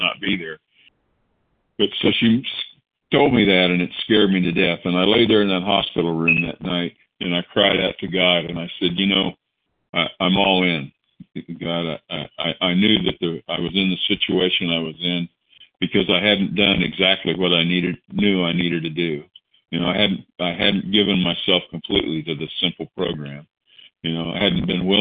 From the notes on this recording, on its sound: the 100 Pounders Phone Meeting, 7/15/23